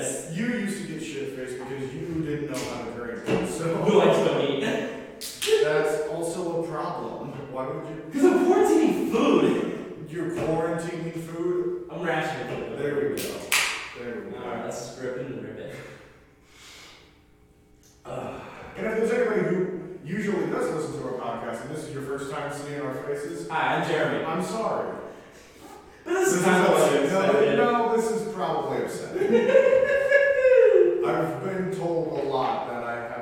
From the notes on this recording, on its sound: In a live stream event for Omaha's Backline theater. This was filmed live in an empty theater during the quarantine and as such, the quality of the audio is not the same as it usually is and we apologize for that.